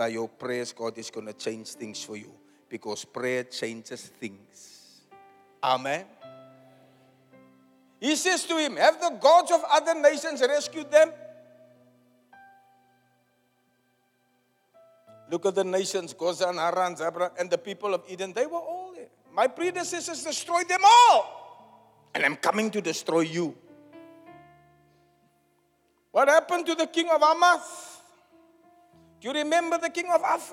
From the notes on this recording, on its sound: Preached at the Zion Sanctuary, Cape Town